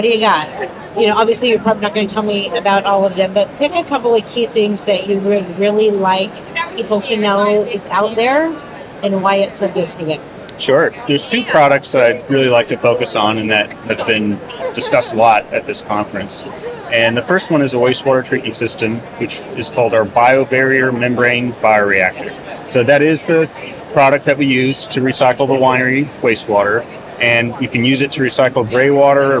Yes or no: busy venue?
yes